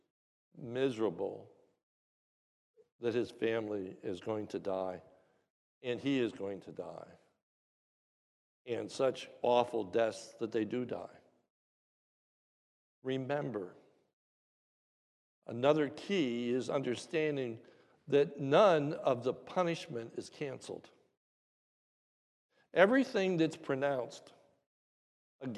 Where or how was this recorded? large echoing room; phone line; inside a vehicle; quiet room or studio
large echoing room